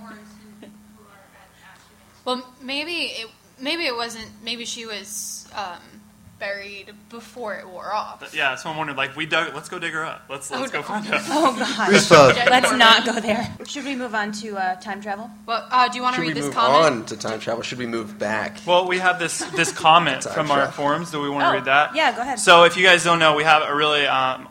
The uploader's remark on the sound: We are LIVE at MISTI-Con!